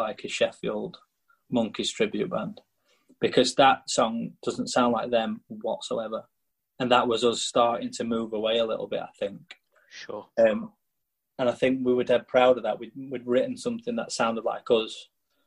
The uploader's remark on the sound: convene on Zoom